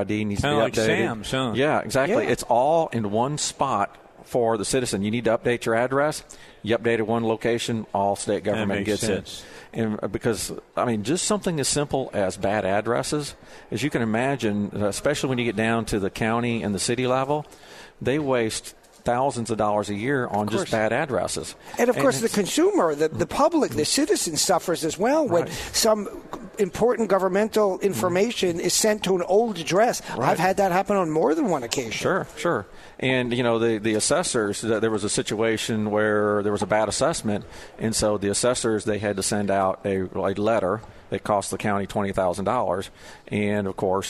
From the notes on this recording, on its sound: Live at the State Capitol for Filing Day!